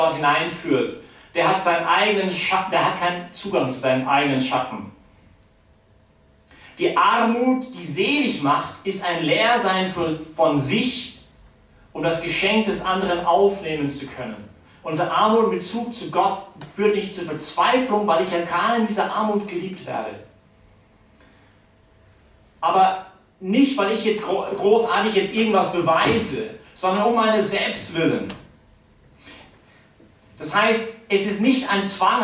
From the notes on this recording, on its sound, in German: die Predigt wärhend der BeFree Messe gehalten